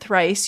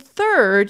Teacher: in three and thrice, you have the th sound plus r, but in third, you have the th sound and then the vowel and then the r